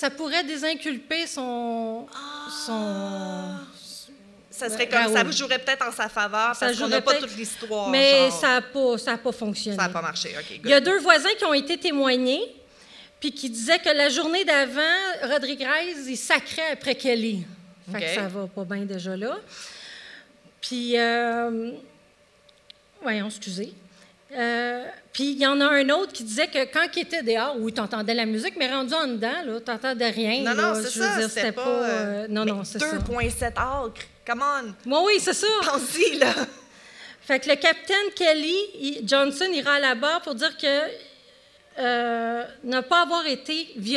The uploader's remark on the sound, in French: LIVE au Festipod 2023. Épisode enregistré LIVE devant audience le 16 septembre 2023 à la Maison de la Culture Maisonneuve à Montréal.